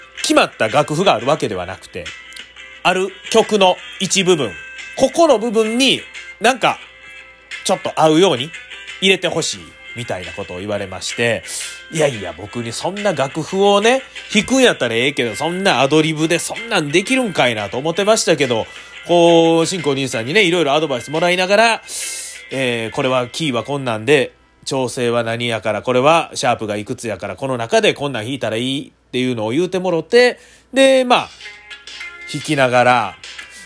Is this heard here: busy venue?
no